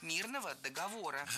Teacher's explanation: существительное с неподвижным ударением на основе, на третьем слоге. Это ударение сохраняется и в родительном падеже мирного договора.